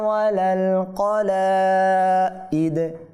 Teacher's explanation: দাল বর্ণের মধ্যে থামার কারণে যেহেতু সাকিন হয়েছে, ওয়াকফের কারণে এটাতে কলকলা হবে, কম্পন সৃষ্টি হবে, প্রতিধ্বনি হবে।